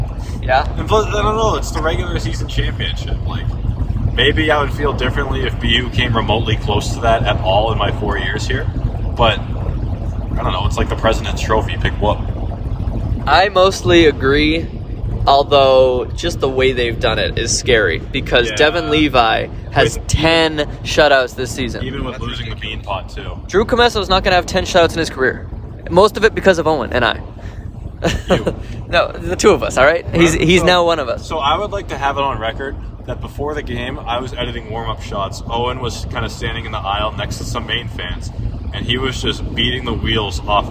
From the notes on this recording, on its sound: a special "carcast" on their drive from Orono, Maine